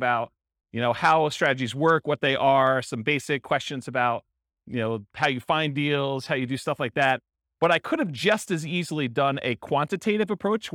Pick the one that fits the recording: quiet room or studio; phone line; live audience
live audience